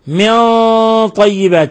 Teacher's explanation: الغنة مفخمة هي من أشد الغنات تفخيما لأن الطاء هو أقوى حرف